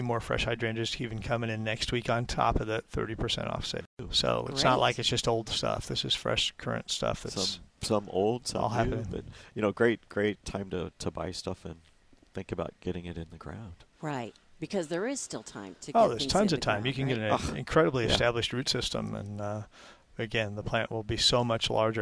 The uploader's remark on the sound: Plant Experts Live at Prairie Gardens. Every Saturday live from Prairie Gardens.